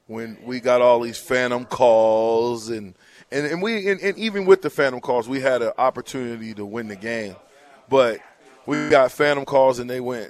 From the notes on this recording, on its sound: Live from WingStop